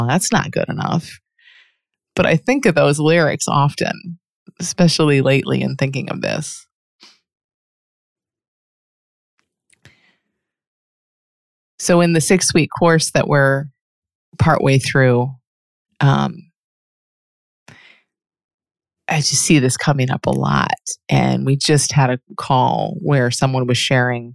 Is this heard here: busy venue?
no